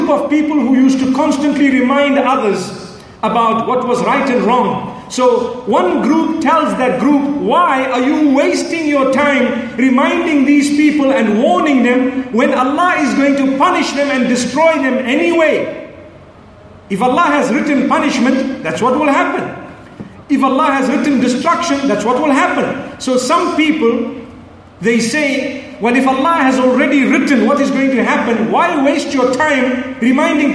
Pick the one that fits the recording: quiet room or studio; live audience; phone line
live audience